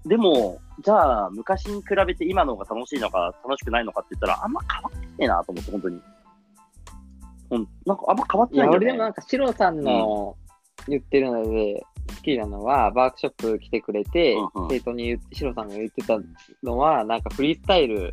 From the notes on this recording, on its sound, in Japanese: リモート収録